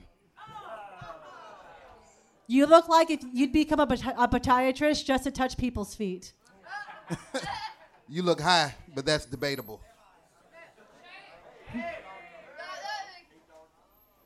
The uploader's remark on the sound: Recorded LIVE at the P&H Cafe in Memphis, TN!